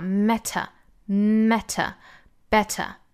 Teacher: t 的发音都是要爆破送气的，很强烈的送气啊